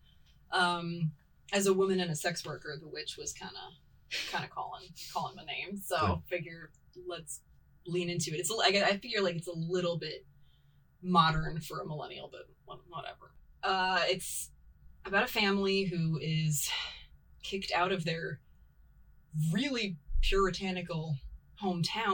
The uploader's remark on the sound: Since we're still learning, we botched the actual recording of the audio, so we used the sound from the two cameras we shot the video version of the show with. We sound fine, but it's a little "room-toney".